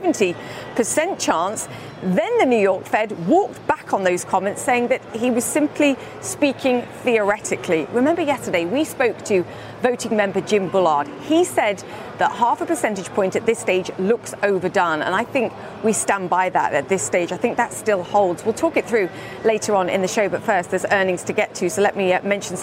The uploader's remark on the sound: live from the New York Stock Exchange.